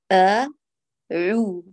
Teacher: فاعتني ببقعة العين بعدما تأتي بالهمزة من أقصى الحلق، اصعدي شيئا يسيرا وأتي بالعين من الوسط · Term: مخرج العين